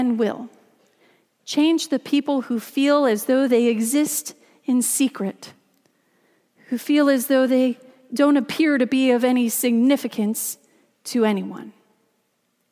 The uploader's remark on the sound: Christmas Eve message delivered during the Contemporary Worship service.